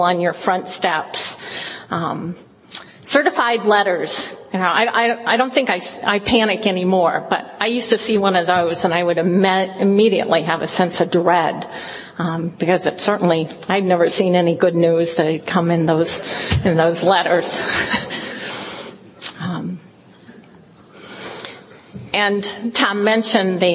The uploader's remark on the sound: In this recording from an IDAA (International Doctors in AA) conference in 2004